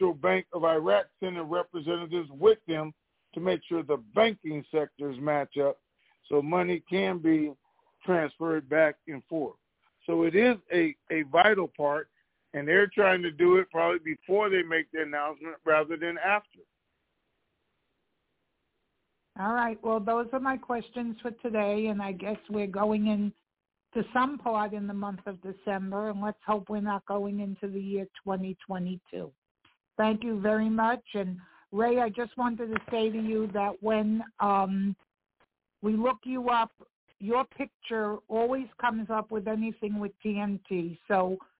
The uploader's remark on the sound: TNTSuperfantastic Conference Call